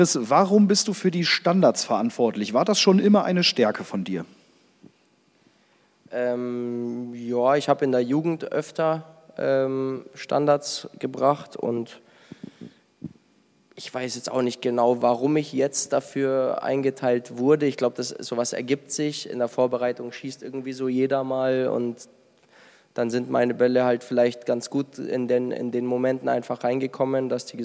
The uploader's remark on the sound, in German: Wir waren mit dem Arminia-Podcast wieder live in Ostwestfalen unterwegs. In unserer Nachbargemeinde Steinhagen haben wir bereits zum vierten Mal vor Publikum aufgenommen.